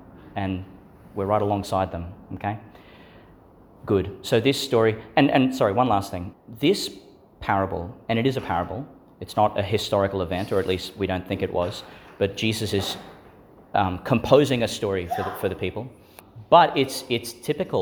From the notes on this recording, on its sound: Homily for the Thirtieth Sunday in Ordinary Time, delivered at St Agnes Church, Agnes Waters, Qld.